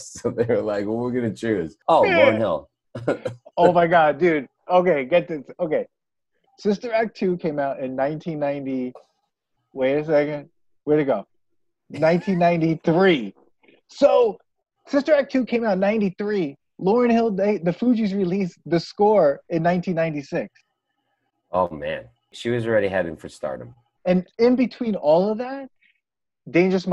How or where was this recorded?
video call